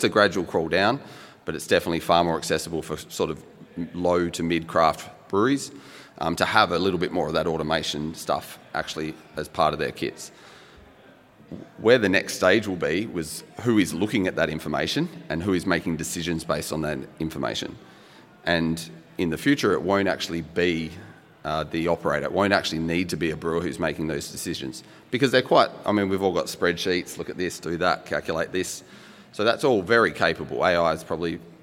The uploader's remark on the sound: This panel discussion was recorded as the recent Western Australian Brewing Conference in Perth.